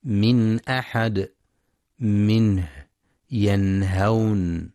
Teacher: عليا عند الهمزة والهاء لأن مخرجهما من أقصى الحلق · Term: الإظهار